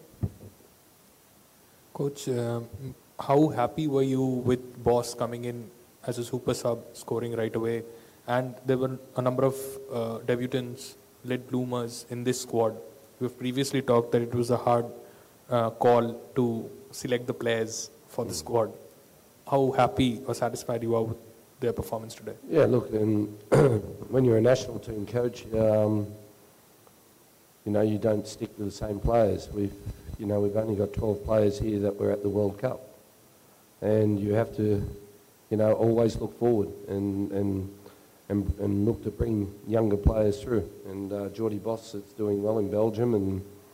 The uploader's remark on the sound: Post Match Press Conference. Spoke to media following the Subway Socceroos 2-0 opening Asian Cup win over India.